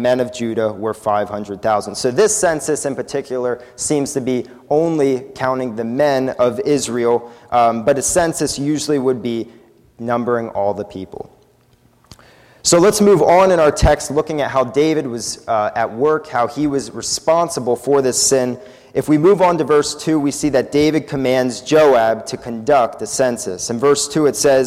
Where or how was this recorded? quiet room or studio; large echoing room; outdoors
large echoing room